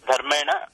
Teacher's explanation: अत्र धर्मेण मूर्धन्यणकारः, मूर्धन्यणकारः अस्ति खलु. अत्र पुनः वदामि, अत्र यदि रेफः एकस्मिन् पदे अस्ति, अनन्तरं नकारः अस्ति, मध्ये के वर्णाः सन्ति तदाधारीकृत्य निर्णयः भवति तस्य णत्वं भविष्यति न वा.